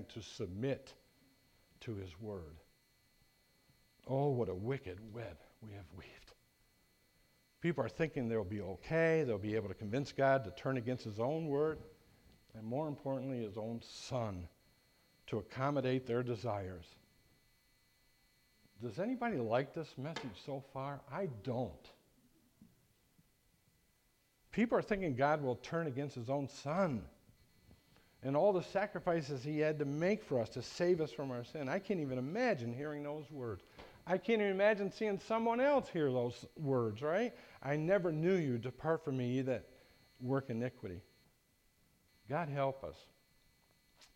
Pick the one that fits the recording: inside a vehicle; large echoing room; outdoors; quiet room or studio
large echoing room